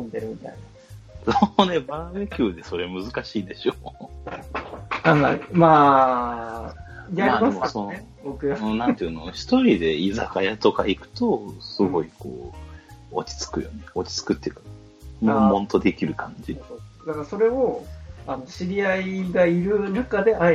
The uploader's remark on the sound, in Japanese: 最近自宅のネット環境が思わしくなく、今回少し音質悪めです。お聞き苦しいところもあると思いますが、ご容赦くださいませ。